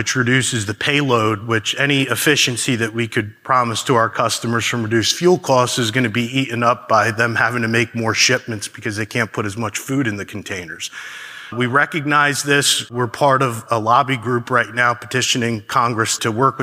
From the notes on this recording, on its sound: a keynote from Smart Energy Decisions’ recent Net-Zero forum